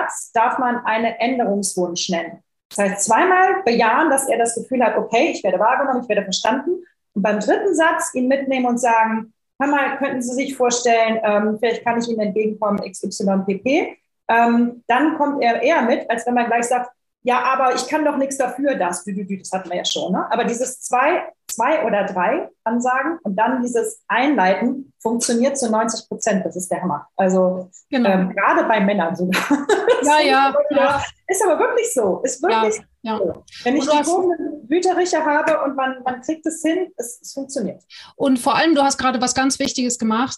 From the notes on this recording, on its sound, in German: Audio-Aufzeichnung des gleichnamigen interaktiven Webinars.